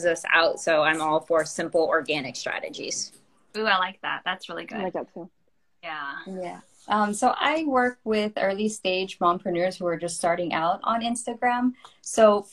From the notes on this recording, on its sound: you'll hear the replay from our Live Instagram Expert chat